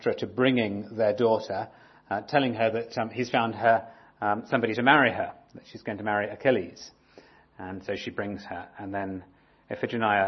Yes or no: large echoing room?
yes